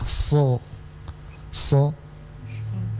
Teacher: Jadi huruf so sama dengan orang mau bilang S. S tapi dinaikkan pangkal lidah. · Term: huruf sad